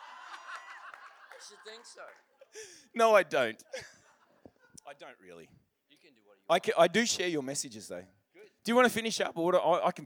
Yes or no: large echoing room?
yes